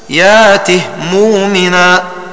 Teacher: فقرأها بإسكان الهاء السوسي وحده